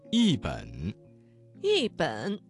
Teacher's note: 这个词当中的一字在三声之前变成了四声